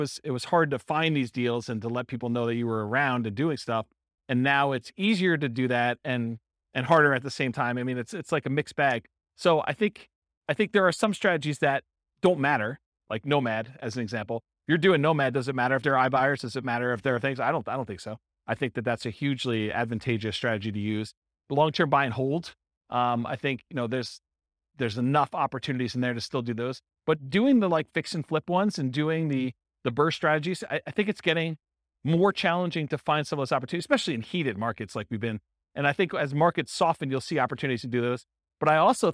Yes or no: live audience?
yes